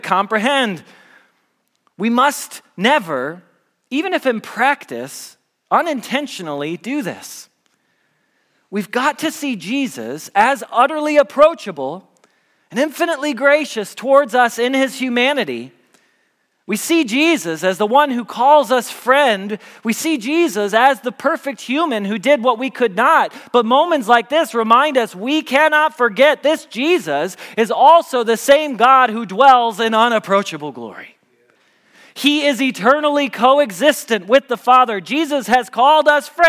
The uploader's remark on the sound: Message Preached at Valley Creek Church